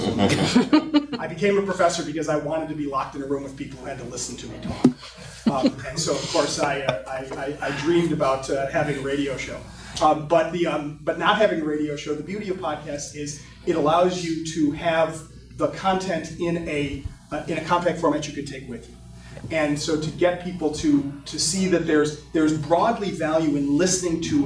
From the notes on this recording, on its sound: This episode was recorded live during a conference session, so please excuse any irregularities in audio quality.